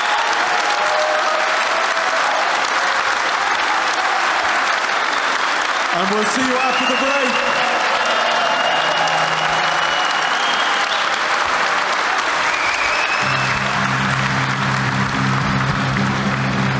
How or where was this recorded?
live audience